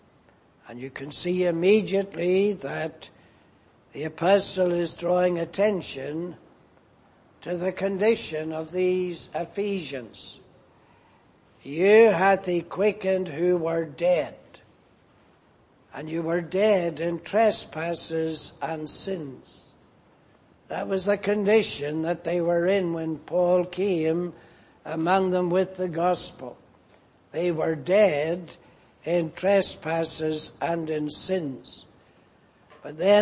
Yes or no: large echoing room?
yes